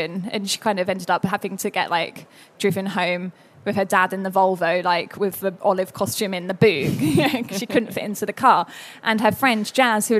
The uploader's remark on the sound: Our first ever live show at London Book Fair. Recorded at the London Book Fair 2019.